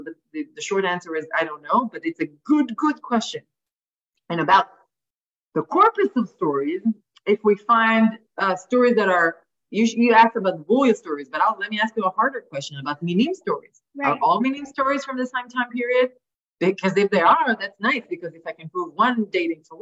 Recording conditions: video call